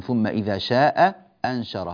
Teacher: أيضا هناك همزة ثم إذا شاء أنشر، هذه الهمزة لها حكم خاص عند قالون، فقالون رحمه الله يحذف إحدى الهمزتين هنا، يسقط الهمزة الأولى